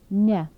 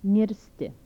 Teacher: Dental nasals without palatalization.